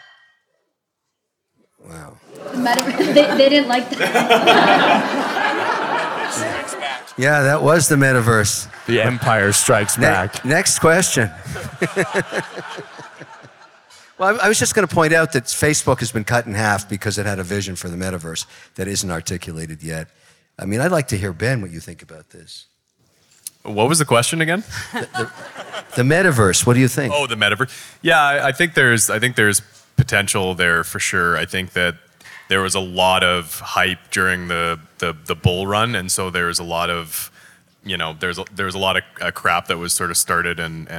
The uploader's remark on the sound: The panel was recorded at the W3BX conference in Las Vegas.